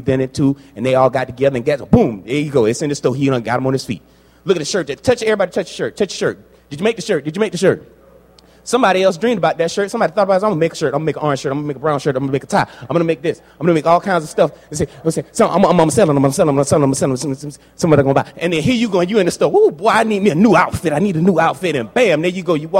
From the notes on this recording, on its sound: A "LIVE" major talk delivered to a Men's Conference at St. "As A Man Thinks" is a "LIVE" major talk delivered to a Men's Conference at St.